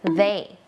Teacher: ะต่อไป thatปกติเราคิดว่าตัวเนี้ยมันน่าจะเป็นดอเด็กแน่นอนแต่จริงๆแล้ว อันนี้มันไม่ใช่ดอเด็กอย่างเดียวมันมีความสั่นนิดนึงแล้วก็มีลมออกมานิดนึง